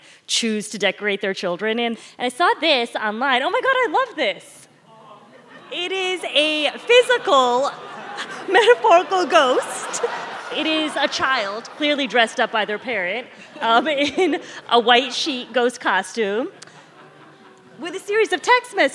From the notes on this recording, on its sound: In a live show on Thursday, October 20th, at the Buckhead Theater in Atlanta